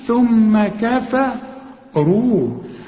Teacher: الراء هي المفخمة لأنها مضمومة